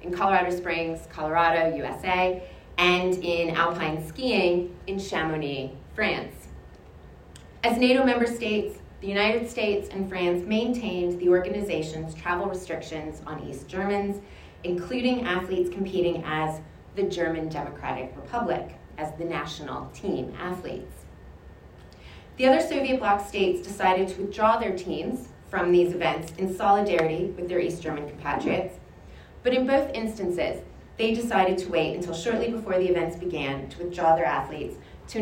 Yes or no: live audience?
yes